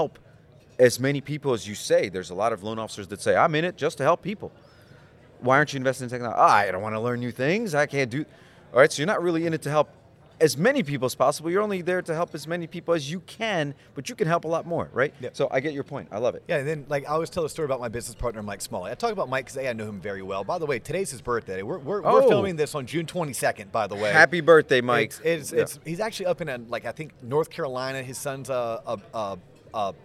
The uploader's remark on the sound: Recorded from the Annual Florida Mortgage Bankers Association Conference